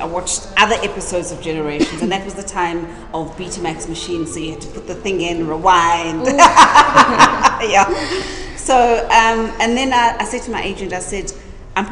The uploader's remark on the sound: The first live recording of The Cheeky Natives